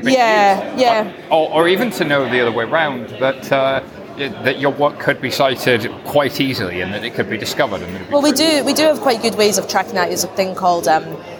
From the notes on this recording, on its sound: Interviews from Blockchain Live